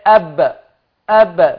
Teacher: نستطيع تحديد نقطة خروج الباء، أب أب من الشفتين